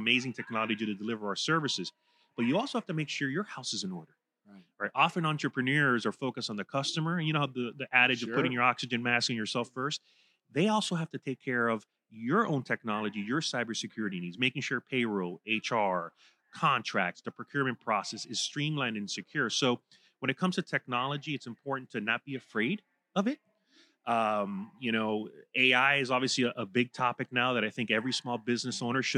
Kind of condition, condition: setting, busy venue